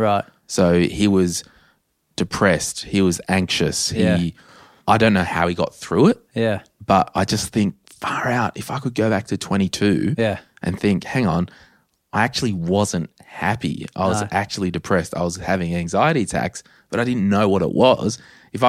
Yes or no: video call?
no